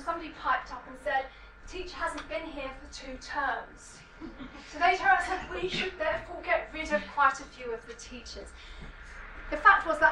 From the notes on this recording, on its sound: speaks at SRHE Academic Practice Network Event